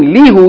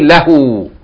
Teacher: When you attach it to these pronouns, hu and ha and ka, the li here, the kasra of the li becomes fatta · Shown in: second take · Instead of saying lihu, you say lahu.